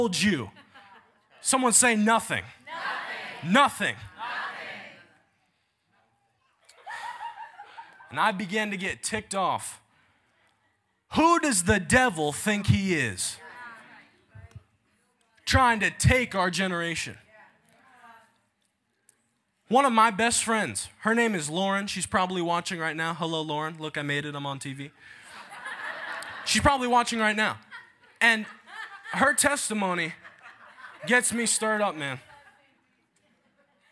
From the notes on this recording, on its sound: Taking You Into A Live Holy Ghost Service. The altars were packed with young people giving their hearts to Jesus and getting set free. Take you directly into that live service.